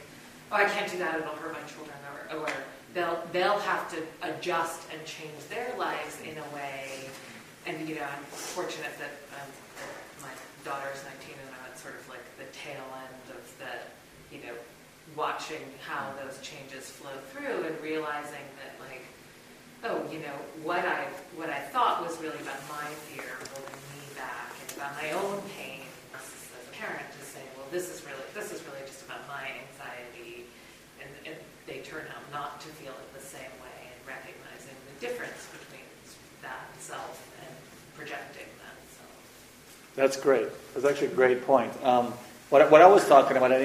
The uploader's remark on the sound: This workshop was recorded on October 30, 2011, at New York Open Center in NYC. The audio quality reflects the raw and unedited nature of the content, and has been minimally processed.